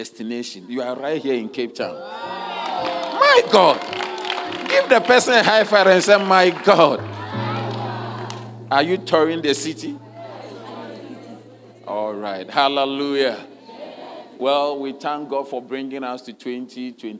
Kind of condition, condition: setting, large echoing room